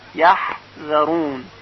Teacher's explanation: در حین تلفظ حرف ها حلق قدری فشرده میشه و حرف ها به وجود میاد